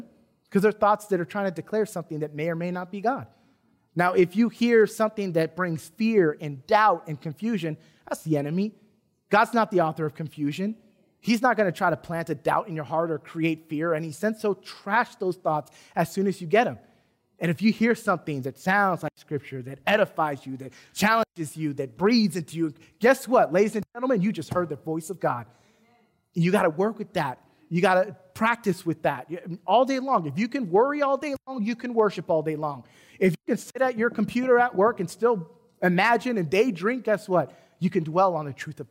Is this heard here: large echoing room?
yes